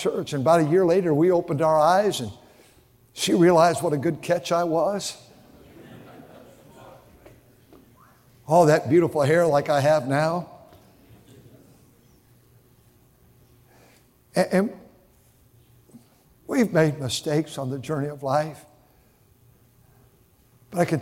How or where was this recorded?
large echoing room